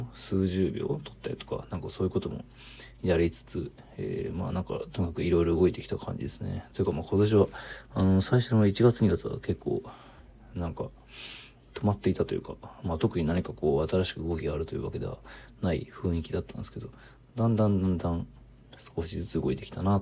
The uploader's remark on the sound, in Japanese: From Radiotalk。ボイスメモです。